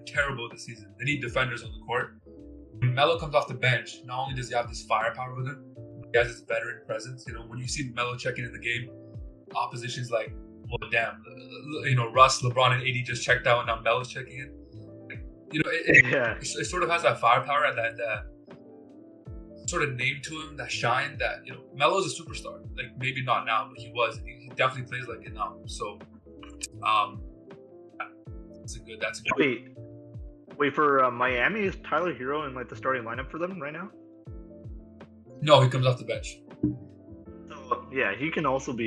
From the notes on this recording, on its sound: We also apologize for the poor sound quality